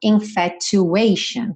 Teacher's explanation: lembra que esse sufixo T-I-O-N sempre vai ser pronunciado shan. Shan.